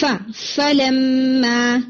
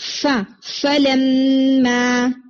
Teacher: اس میں آپ کا فا اتنا کوئک ہے کہ اس کے اندر ایئر نہ تو اس کو اپنی ساؤنڈ بولنے کا ٹائم ملا ہے اور نہ اس کے اندر ایئر آئی ہے، ٹھیک ہے، تو ایئر بلو کریں پہلے، ف فلما، اس طرح سے جیسے فا او فا او ف ان ف ان، تو فا کے اندر یعنی آپ کی ایئر کی ساؤنڈ آنی چاہیے، اس کو اتنا جلدی نہ کریں کہ اس کی ایئر رک جائے · Shown in: second take